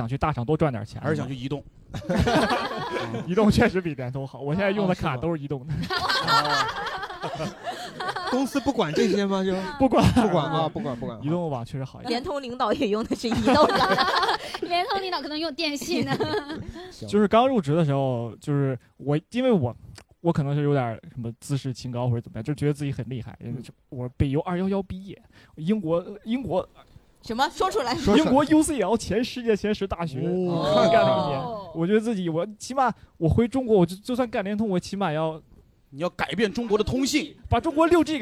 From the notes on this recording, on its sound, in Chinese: 现场观众们